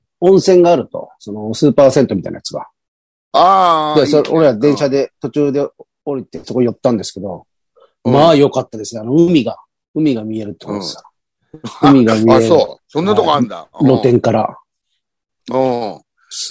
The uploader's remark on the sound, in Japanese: ZOOMで収録